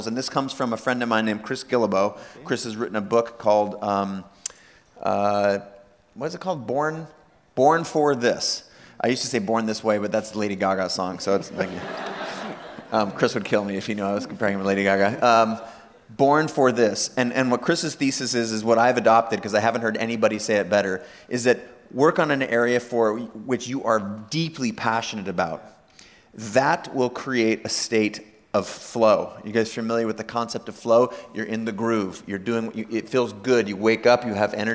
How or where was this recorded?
live audience